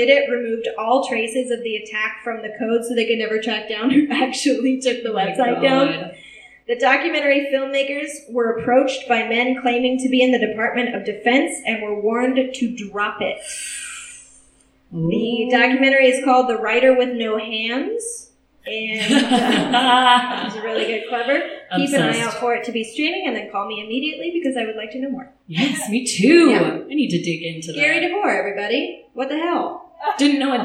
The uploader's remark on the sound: Welcome to our first ever LIVE performance! This week we performed at a popup event downtown for an up and coming tea & book shop called "The Swallows Flight."